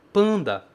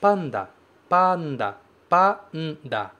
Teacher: O maior cuidado da pronúncia desse N é ele não nasalizar a vogal anterior.